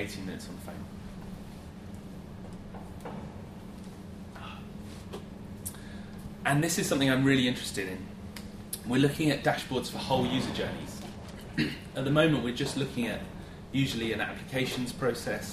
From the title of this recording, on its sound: Friday lunchtime lecture